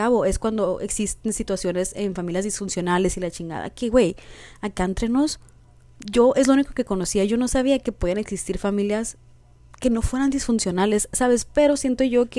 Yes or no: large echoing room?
no